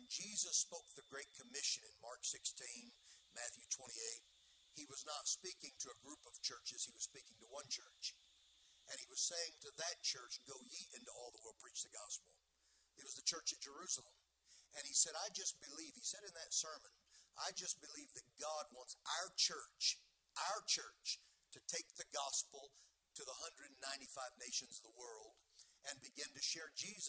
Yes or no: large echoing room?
yes